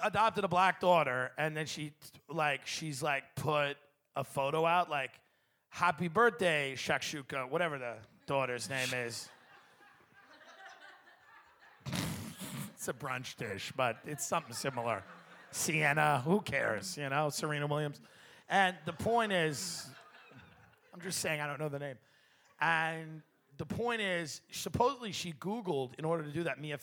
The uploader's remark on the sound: Live From Cleveland